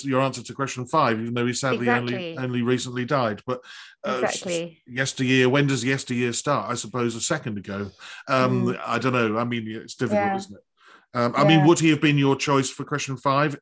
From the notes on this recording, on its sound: This interview was recorded on 20th December 2021 via Zoom.